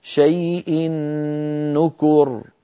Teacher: أدغمنا التنوين الذي هو في الحقيقة نون في النون التي بعدها فصار النطق بنون مشددة